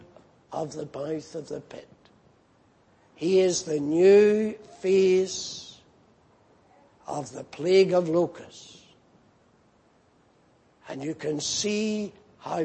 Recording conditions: large echoing room